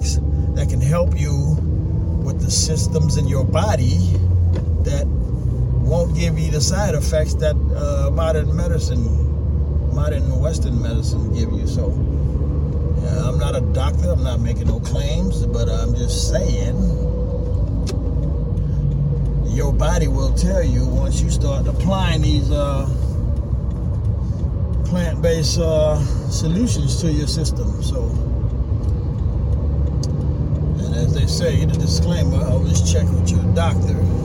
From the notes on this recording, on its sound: From the car episode while running errands on Super Bowl weekend. Please excuse the background noises.